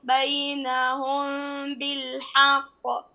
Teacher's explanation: الميم ساكنة وبعدها الباء إخفاء شفوي